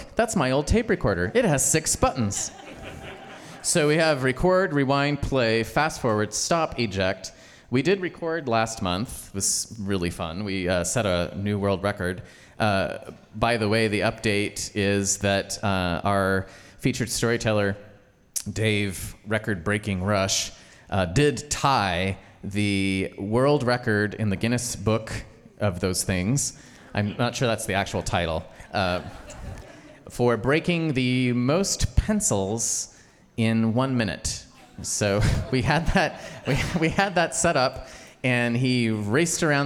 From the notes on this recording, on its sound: Starring featured storytellers mixed with an open story slam. Live on stage and without notes.